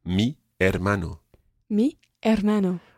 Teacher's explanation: Although it starts with an H, you don't pronounce the H. The H is always, always silent in Spanish.